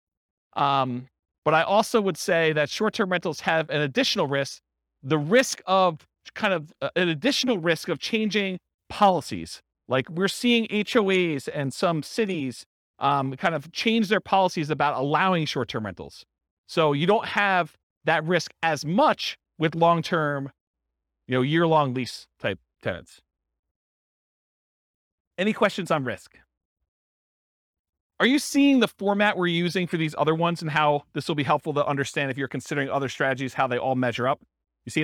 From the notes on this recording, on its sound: This was a live class recorded